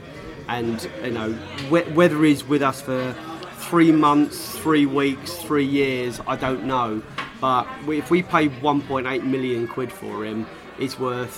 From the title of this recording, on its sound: pre-match podcast from the pub